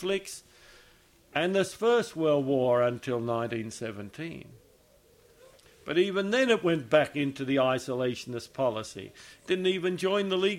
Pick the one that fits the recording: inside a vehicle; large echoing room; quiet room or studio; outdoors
large echoing room